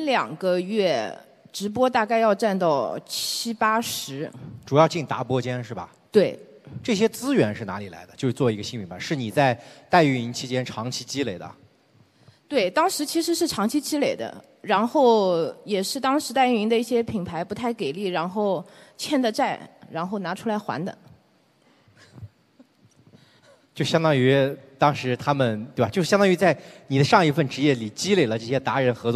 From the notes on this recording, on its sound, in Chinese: 在天下网商举办的“2023新网商峰会”上，我和四位新品牌创始人进行了一场持续1小时的圆桌会谈